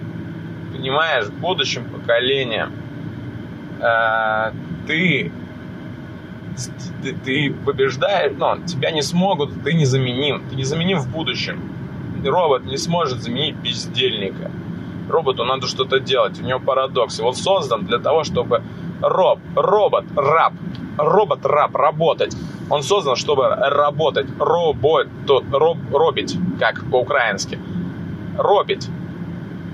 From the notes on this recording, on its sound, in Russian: Подкаст в машине по дороге на запись #этоподкаст. Извините за качество аудио, записывал на телефон в машине.